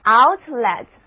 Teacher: 重音仍然在第一个音节